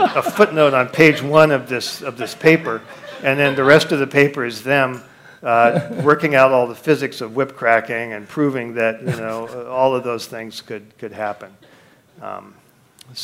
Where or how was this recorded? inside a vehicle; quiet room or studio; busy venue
busy venue